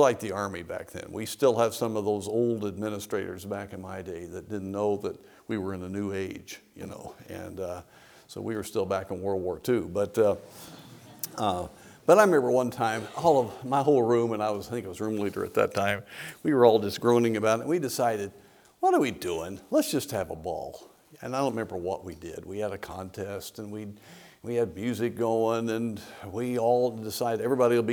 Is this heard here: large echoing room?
yes